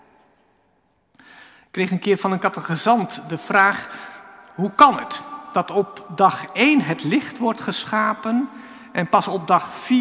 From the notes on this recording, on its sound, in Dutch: Opgenomen op 14 januari 2024 in de Noorderkerk te Amsterdam